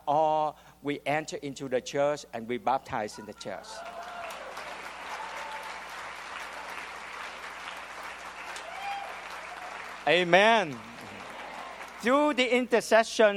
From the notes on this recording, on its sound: The audience laughs at his amusing behavior.